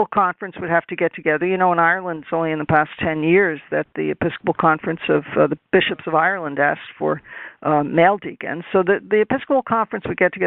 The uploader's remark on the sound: This teleconference